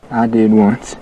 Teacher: Listen to the vowel in one and once, how it's all the way back in his mouth.